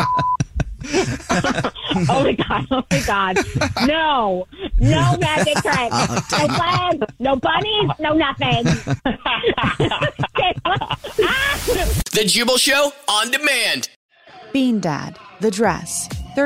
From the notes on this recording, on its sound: phone prank style